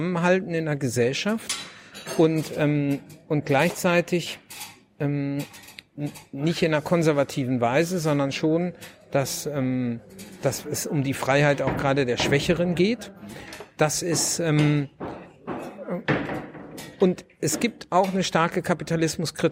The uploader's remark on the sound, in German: in der Buchhandlung "Ocelot" (Berliner Brunnenstraße) aufgezeichnet.